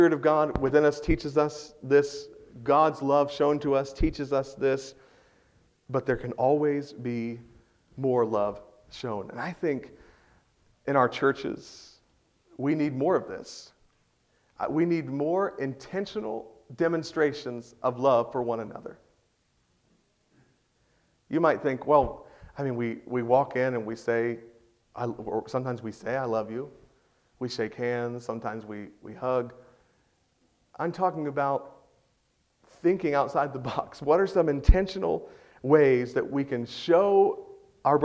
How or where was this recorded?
large echoing room